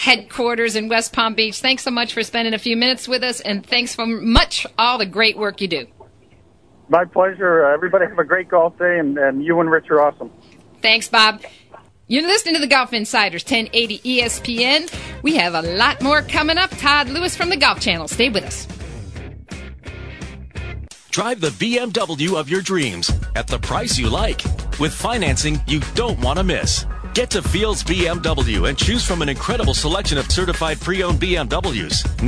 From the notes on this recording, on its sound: Are in the studio and are joined on the phone.